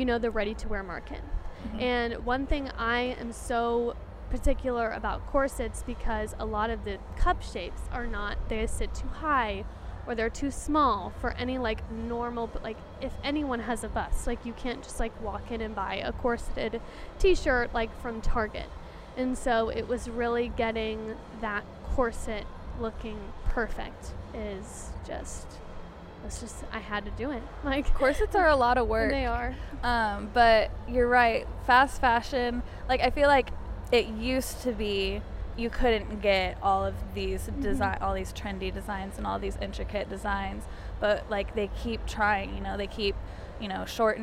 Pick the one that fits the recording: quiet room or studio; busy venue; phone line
busy venue